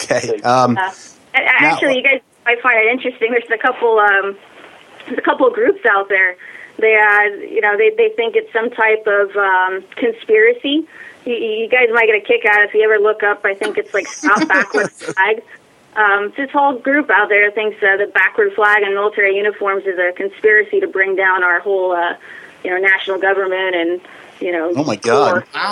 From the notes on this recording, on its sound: We also had 2 awesome guests call in; Backward Flag Brewing out of Ocean Twp. NJ and Huey's Knight Club out of East Brunswick NJ. From Jersey Artisan Distilling live, in studio, to join in the debauchery.